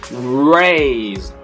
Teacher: 这里面的 s 啊不是发 s 的音，而是发 z 的音